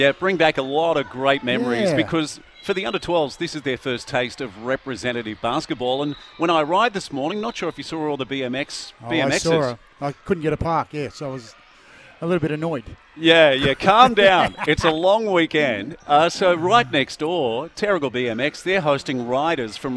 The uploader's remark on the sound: live from Terrigal Basketball Stadium